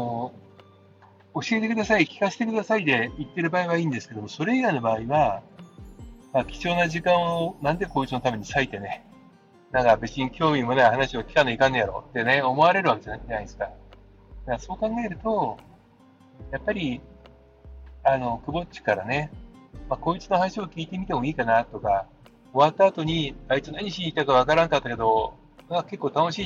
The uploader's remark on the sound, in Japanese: 今日は車の中から！